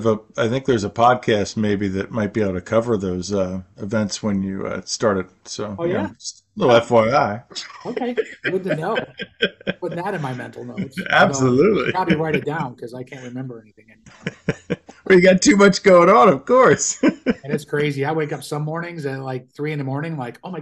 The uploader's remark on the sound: Zoom interview